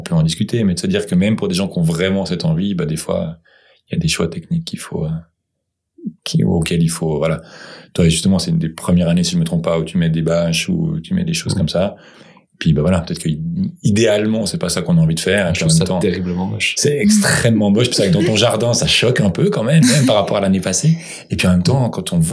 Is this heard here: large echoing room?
no